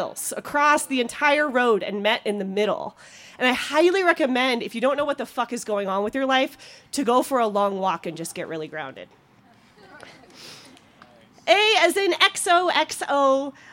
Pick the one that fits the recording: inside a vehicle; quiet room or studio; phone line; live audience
live audience